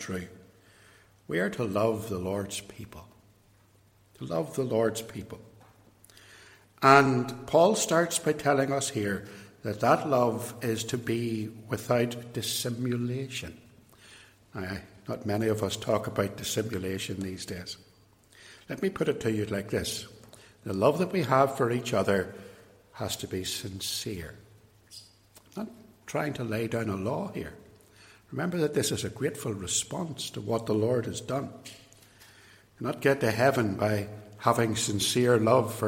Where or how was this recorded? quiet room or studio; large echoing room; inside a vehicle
large echoing room